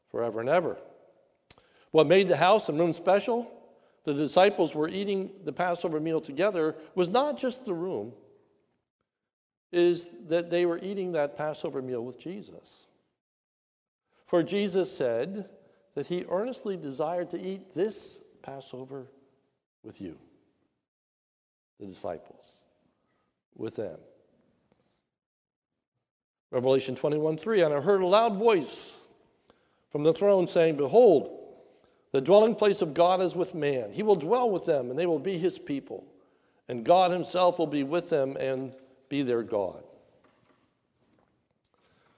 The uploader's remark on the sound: This is a sermon recorded at the Lebanon Bible Fellowship Church in Lebanon, PA. During the Maundy Thursday Service.